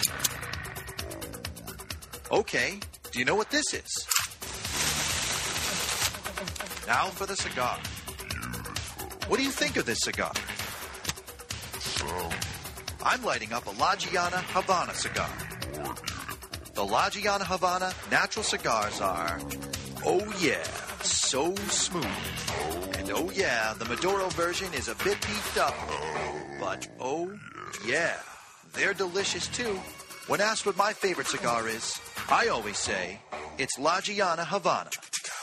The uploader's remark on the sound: The Cigar Authority took the show on the road as we broadcasted live from Mickey Blake's in Southington, CT.